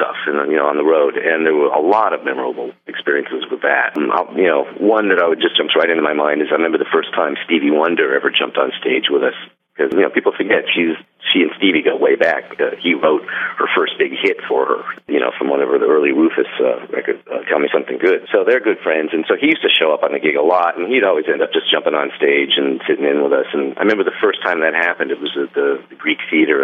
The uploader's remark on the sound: called in to that cozy radio studio